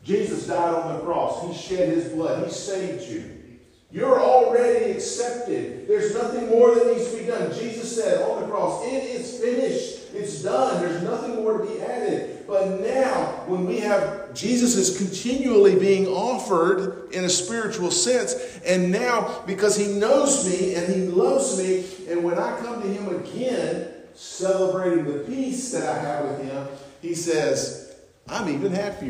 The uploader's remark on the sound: on Sunday, October 22, 2023 at North Beaver Baptist Church, West Jefferson, NC.